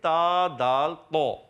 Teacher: زبان کا سرا، اوپر کے دانتوں کی جڑوں سے · Term: حروف نطعیہ